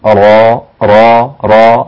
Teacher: فالراء كما قلنا من طرف اللسان يرتعد داخل الفم، ليس له علاقة بالشفتين